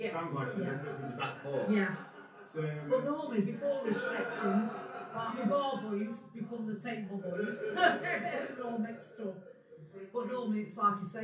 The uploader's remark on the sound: We call in to The Bellringer, a community pub, set in the heart of Eaton Park.